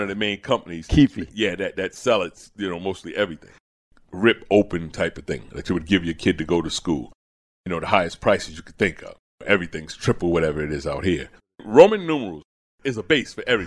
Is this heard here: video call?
no